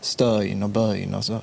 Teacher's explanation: Diftongen Öy har man ju haft på listerlandet där man säger Stöyn och Böyn och så vidare.